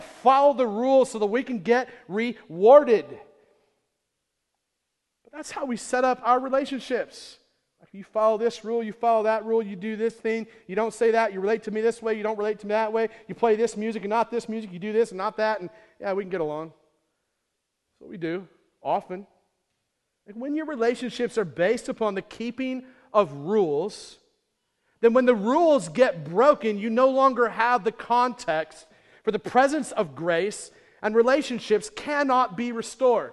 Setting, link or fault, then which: setting, large echoing room